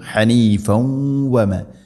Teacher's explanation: നിർത്തുമ്പോൾ ഹനീഫ കൂട്ടി ഒതുകയാണെങ്കിൽ ഹനീഫൻ വമ, തൻവീനിനെ വ എന്ന അക്ഷരത്തിലേക്ക് ഇദ്ഗാം ചെയ്ത് അഥവാ കൂട്ടി ലയിപ്പിച്ച് മണിച്ചുകൊണ്ട് ഉച്ചരിക്കണം